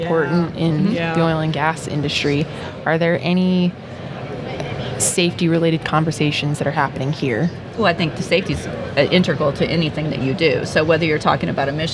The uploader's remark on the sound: at the Gas Machinery Conference